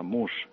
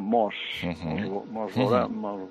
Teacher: I mos surt híbrid mus, M-O-S, mos veurem. Nosaltres ho pronunciem amb u, perquè és àtona · Shown in: first take